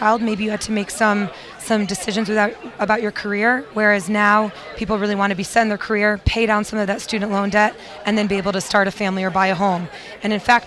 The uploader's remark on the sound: Broadcasting Live from the Commonwealth Financial Networks Annual National Conference of Advisors, from the Marriott in Austin, Texas.